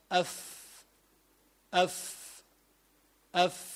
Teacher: تلاحظ أنك تستعمل الشفة السفلى، فإذا أيضا الفاء حرف شفوي، يعني يخرج من الشفة.